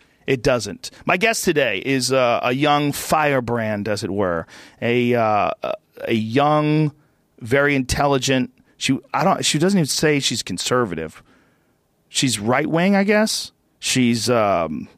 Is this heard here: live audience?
no